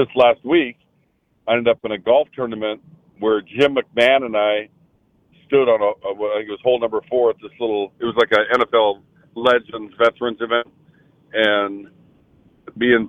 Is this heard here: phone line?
yes